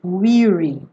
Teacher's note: Essa pronúncia é de i, weary. Não é do verbo to wear que é aberta